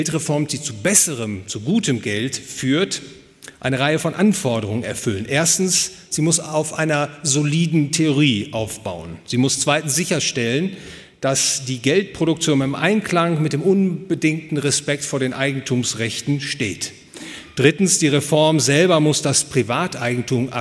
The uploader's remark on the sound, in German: Gehalten auf der Konferenz „Besseres Geld für die Welt“ des Ludwig von Mises Institut Deutschland. Hotel „Bayerischer Hof“, München.